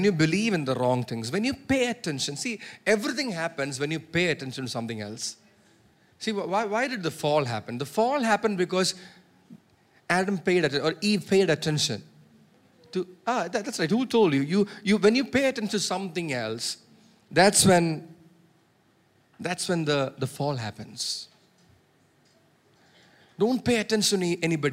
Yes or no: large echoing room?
yes